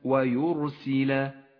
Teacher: ويرسل لونت الراء بالأزرق الغامق إشارة إلى تفخيمها، فخمت في هذا الموضع لأنها ساكنة سبقت بضم